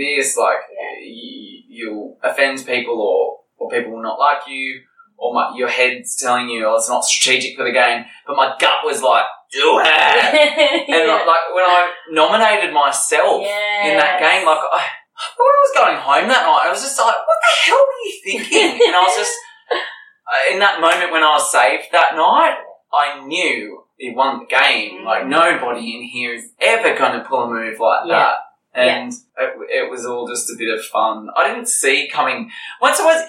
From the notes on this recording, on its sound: Apologies for the sound quality on this one guys, we recorded the ep in a hotel in Sydney and had a major technical fail, having to use the video sound as a backup instead.